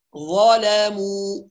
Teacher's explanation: فلما نقرأ مثلا لحفص نراعي تفخيم الظاء وحدها وترقيق بقية الحروف، ظلموا هكذا.